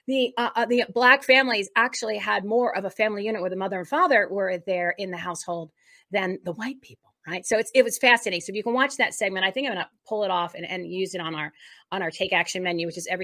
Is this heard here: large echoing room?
no